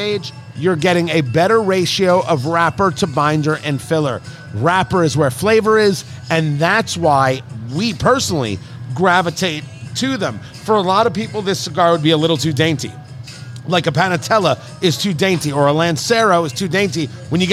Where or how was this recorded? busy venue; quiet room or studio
busy venue